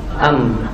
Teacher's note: Kalau mim bi'tibaq syafatain ma'ishtiraki makhraj al-khayshum, dengan mengikuti makhraj hidung.